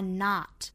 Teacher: not N-O-T 发 not 上下开口度更开更自然。